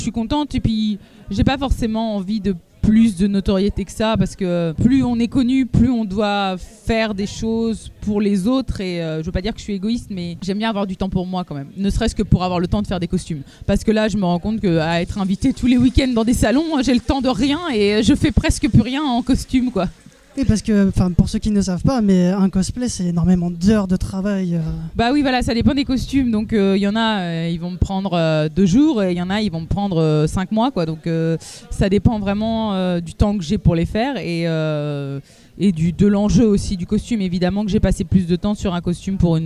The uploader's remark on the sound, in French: Nouveau numéro de Speakcast fait au Festival NBF qui a eu lieu en Mars 2017.